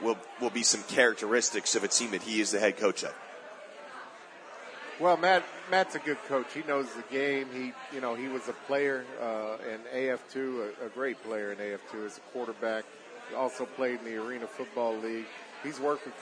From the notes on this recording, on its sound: LIVE from the Recovery Room Sports Bar and Grill.